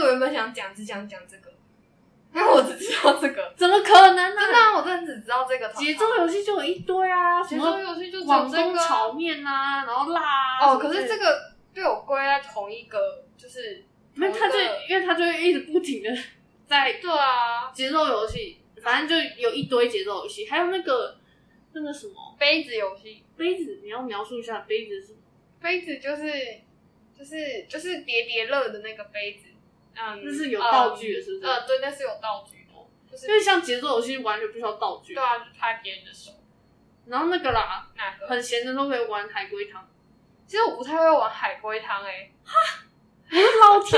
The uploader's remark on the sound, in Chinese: 戴口罩錄音，聲音也悶悶的